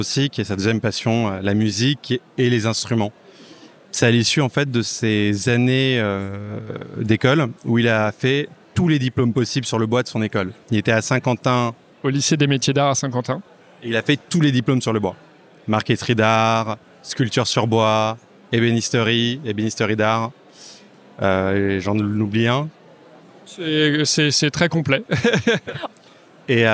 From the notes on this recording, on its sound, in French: enregistré au salon des industries créatives We are French Touch à Paris